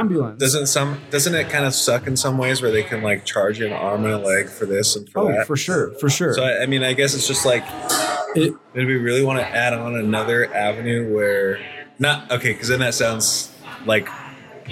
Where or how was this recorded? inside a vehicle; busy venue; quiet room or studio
busy venue